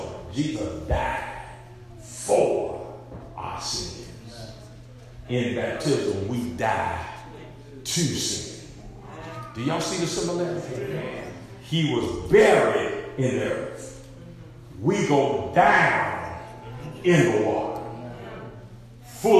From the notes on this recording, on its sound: SERMON PREACHED AT Arlington Rd CHURCH OF CHRIST, HOPEWELL. VA.